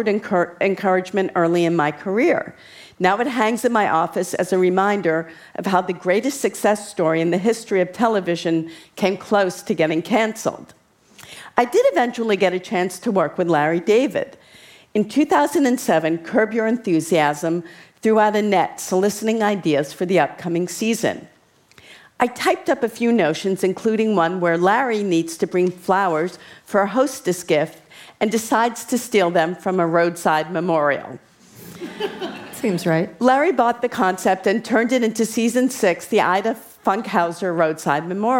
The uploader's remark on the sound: In front of a live audience in San Francisco.